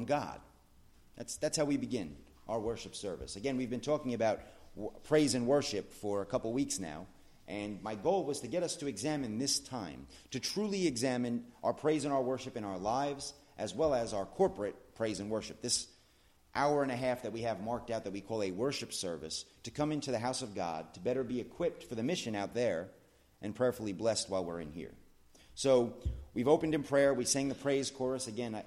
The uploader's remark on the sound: at The Blue Point Bible Church